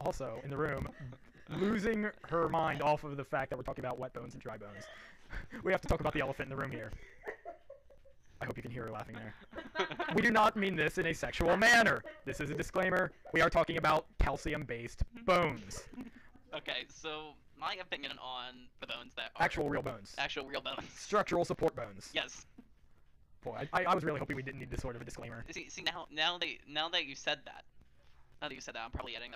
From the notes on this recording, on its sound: Apologies for any audio discrepancies